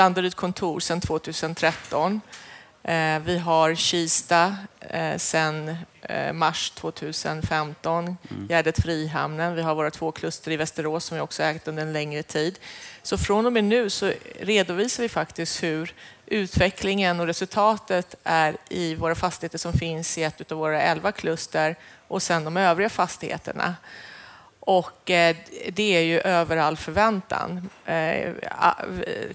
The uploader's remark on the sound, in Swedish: Fastighetspodden live från Business Arena